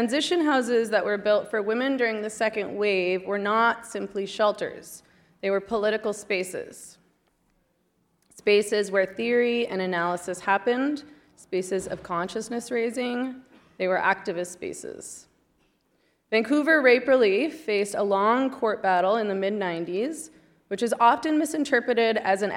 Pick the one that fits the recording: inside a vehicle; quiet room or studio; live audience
live audience